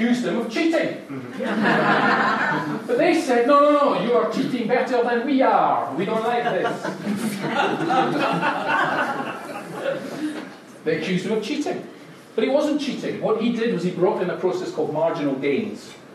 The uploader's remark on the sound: Live TEDx Style Talk - London Feb 2019.